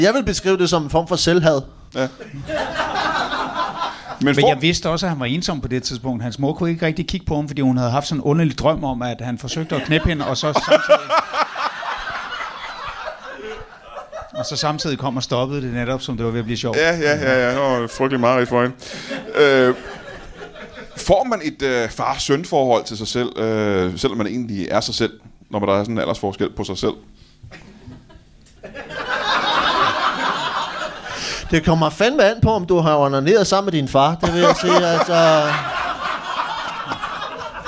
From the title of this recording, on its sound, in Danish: LIVE fra Kolding